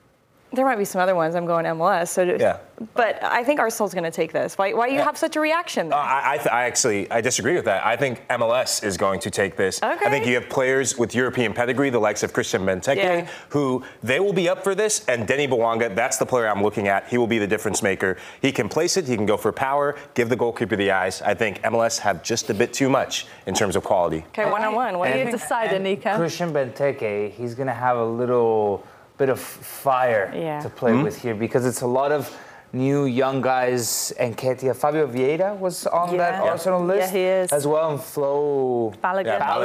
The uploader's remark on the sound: join the show from DC MLS All-Star Skills Challenge